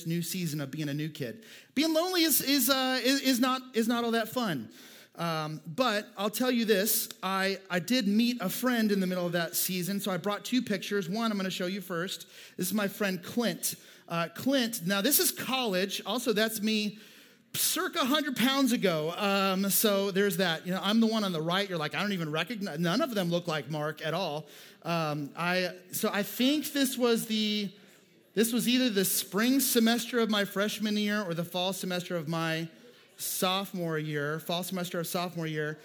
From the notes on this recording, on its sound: Houston's First Baptist Church - Sienna Campus (Missouri City, TX)